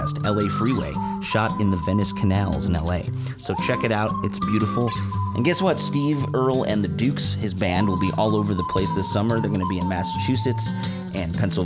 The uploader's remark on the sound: tour bus